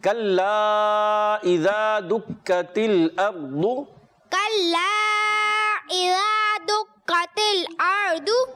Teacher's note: حمزہ ہے تو اس کو عین سے نہیں پڑھنا حمزہ کلیئر کہیں